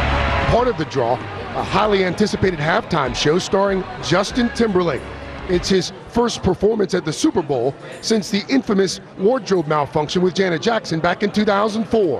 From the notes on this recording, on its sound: Live at the AC Hotel - the morning shows are on the ground.